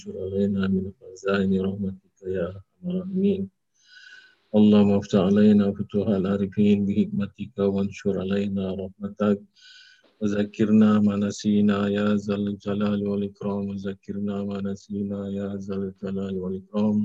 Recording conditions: video call